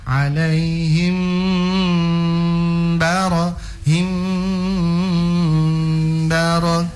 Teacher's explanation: Kalau di depan mim sukun ada ba atau ada mim, nah itu mimnya mau tahan, kasih lama sadiki. Kasih lama di huruf mim.